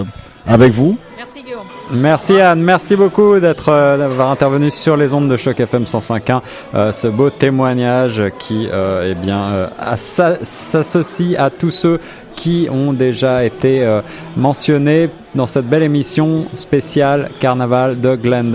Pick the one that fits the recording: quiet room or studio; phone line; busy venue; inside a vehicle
busy venue